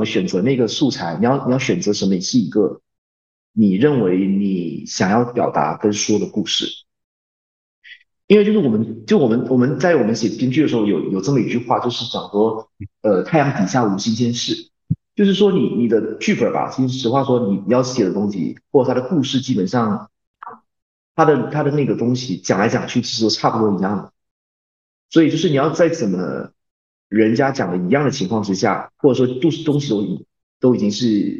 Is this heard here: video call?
yes